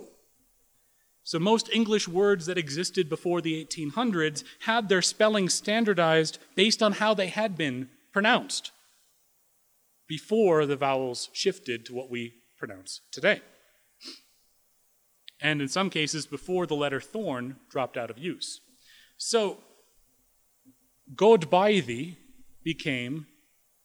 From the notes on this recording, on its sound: Recorded 7/13/2016 at Corona United Presbyterian Church, New Mexico